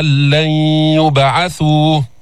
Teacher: الذين كفروا أن لن يبعثوا، أن لن يبعثوا، جانا إدغام كامل، إدغام محض بلا غنة، ذهبت الغنة لأنه هذا إدغام كامل، فدخلت النون في اللام